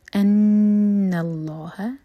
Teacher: اللہ تعالیٰ کے نام میں جو لام ہے اس کو ہیوی پڑھیں گے